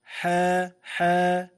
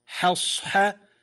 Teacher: قال الشيخ زكريا: بالحاءين في الكلمة حصحص لمجاورتهما الصاد المستعلية، الحاء الأولى بعد صاد والثانية وقعت بين صادين، فالترقيق آكد لأن اللسان قد يسبق إلى تفخيمهما